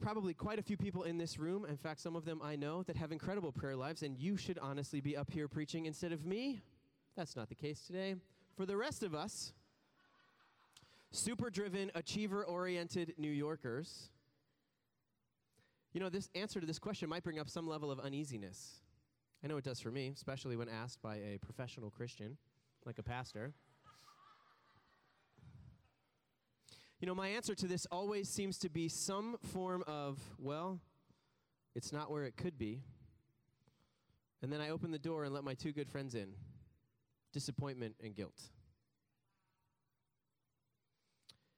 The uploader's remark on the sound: preached this message on July 16th at our Downtown community